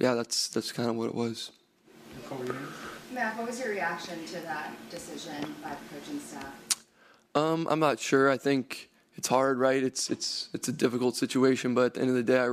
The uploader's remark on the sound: Addresses the media during his postgame press conference following New England's 10-6 loss to the Indianapolis Colts in Frankfurt, Germany.